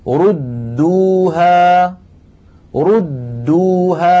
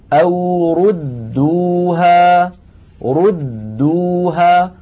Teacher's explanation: لا بد من إعادة الشفتين إلى وضعهما الطبيعي عند الدال الأولى الساكنة ثم ضمهما من جديد عند نطق الدال الثانية المضمومة · Shown in: second take